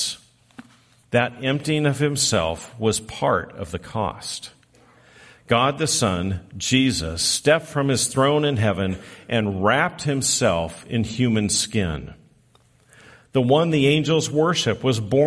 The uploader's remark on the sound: Recorded live on December 24, 2023